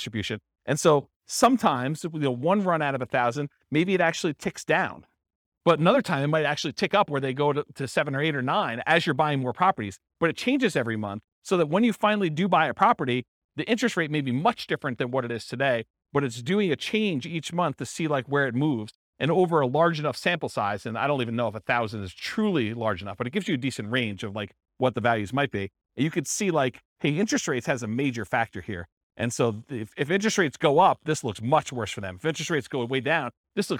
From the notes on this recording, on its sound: This was a live class recorded